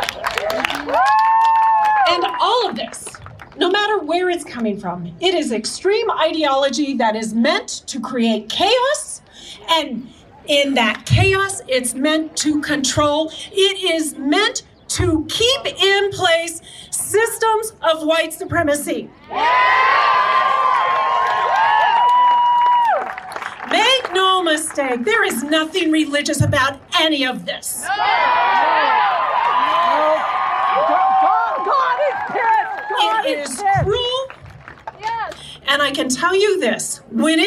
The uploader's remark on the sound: The second half of the podcast includes two of the speeches from the Tucson Bans Off Our Bodies rally on May 14, 2022